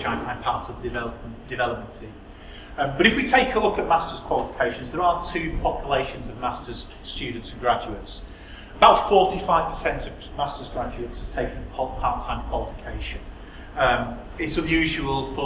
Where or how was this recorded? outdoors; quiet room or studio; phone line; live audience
live audience